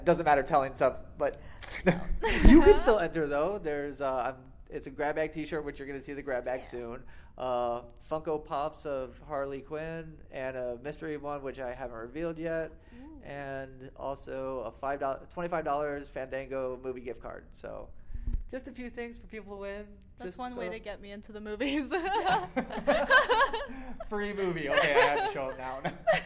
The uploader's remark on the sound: recorded at Anime Los Angeles 2018